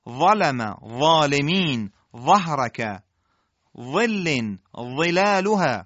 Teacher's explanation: مثل ذال نکزبونیه ولی درشت و پرحجمه. یه زبری هم داره · Term: واء دستدار